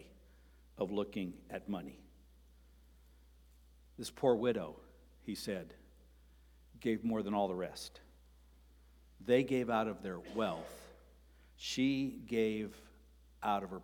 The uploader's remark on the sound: Sermon preached on Sunday, May 7, at Avondale Baptist Church.